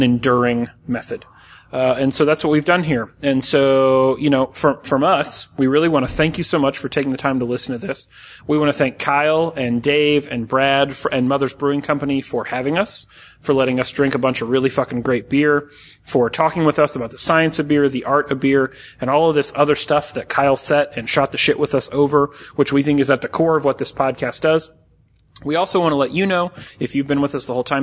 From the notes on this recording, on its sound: We were lucky enough to be invited to the Mother’s Brewing Tasting Room to record an episode with their beer experts.